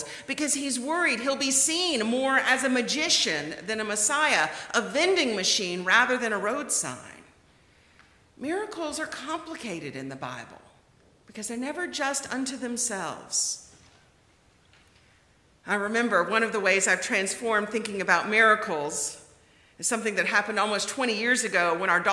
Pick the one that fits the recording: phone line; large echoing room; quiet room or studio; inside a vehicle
large echoing room